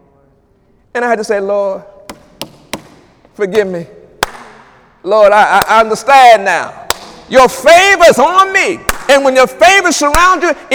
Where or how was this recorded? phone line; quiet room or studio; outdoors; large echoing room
large echoing room